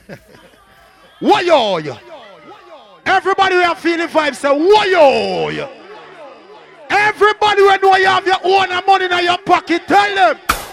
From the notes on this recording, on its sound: The live party audio from the Fete Fridays 1yr anniversary